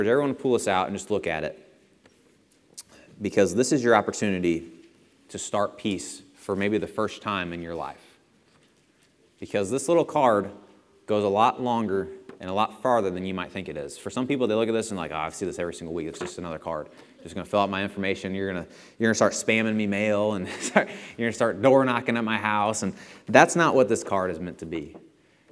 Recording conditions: large echoing room